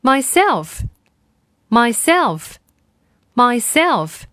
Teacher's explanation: myself 这个词呢重音呢是在后面的